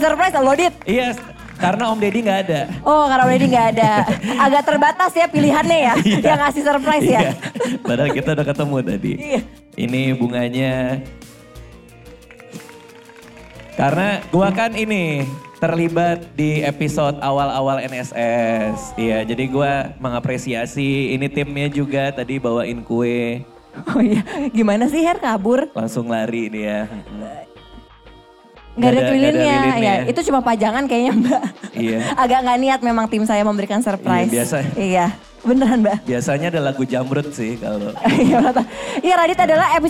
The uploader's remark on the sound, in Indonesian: Bersama live audience di XXI Plaza Indonesia, Jakarta.